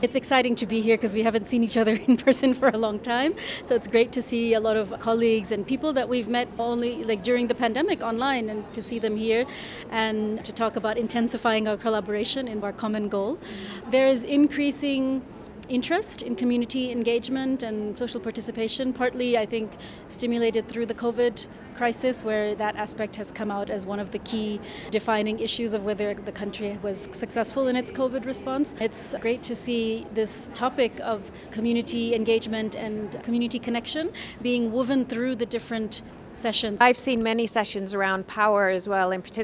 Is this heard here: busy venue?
yes